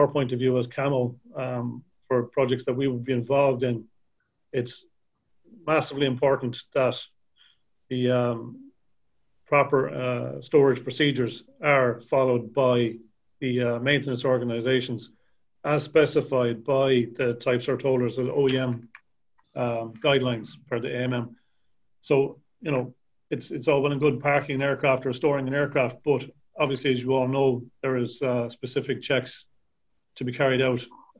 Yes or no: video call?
yes